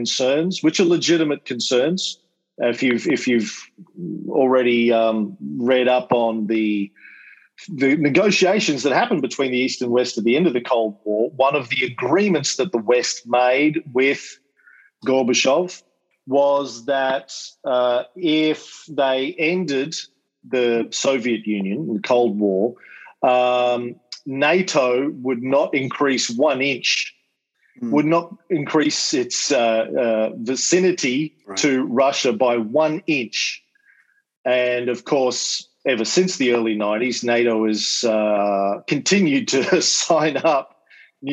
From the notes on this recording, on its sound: To give a lecture to the kids studying the Cold War at EF Academy in NY. Then did some Q&A with the very bright kids in his class. This is a recording of our Zoom call.